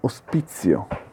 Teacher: Nella Z sorda, invece, la lingua tocca solamente il palato superiore e non tocca i denti. È come dire Z, Z.